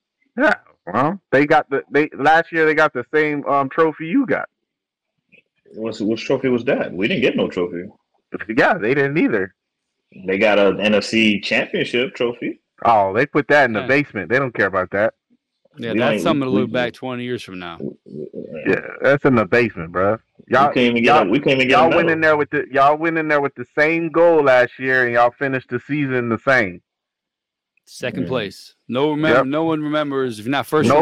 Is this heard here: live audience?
no